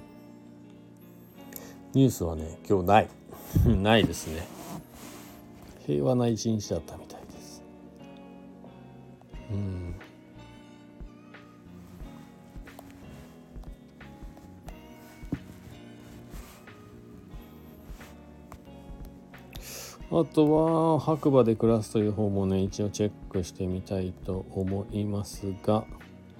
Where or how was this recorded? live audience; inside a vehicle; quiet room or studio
inside a vehicle